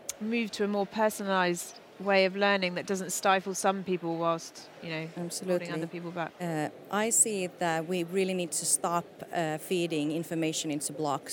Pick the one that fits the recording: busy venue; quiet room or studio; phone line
busy venue